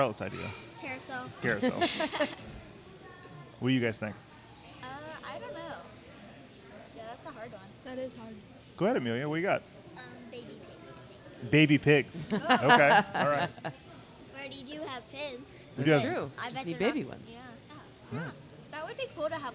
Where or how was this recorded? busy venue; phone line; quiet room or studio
busy venue